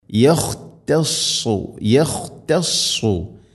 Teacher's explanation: Saad heavy ലെറ്ററാണ്, അഥവാ നാവിൻ്റെ മധ്യഭാഗം അണ്ണാക്കിലേക്ക് ഉയർന്ന് നിൽക്കണം ഉച്ചരിക്കുമ്പോൾ.